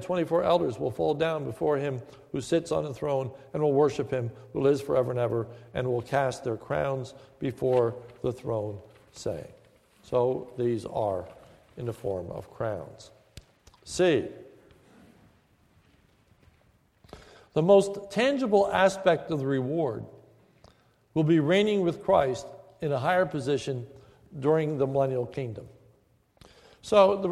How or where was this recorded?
large echoing room